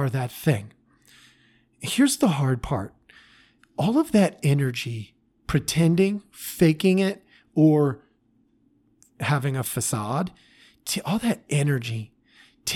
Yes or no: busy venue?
no